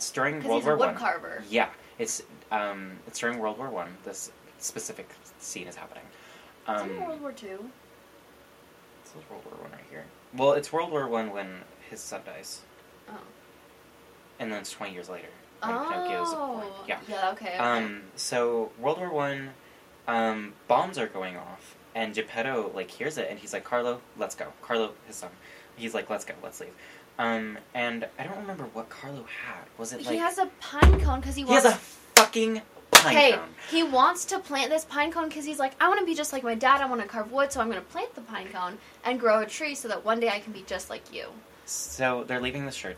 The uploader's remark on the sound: Im Sorry headphone users